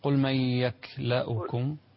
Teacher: الكاف فيها الهمس فقط بدون القلقلة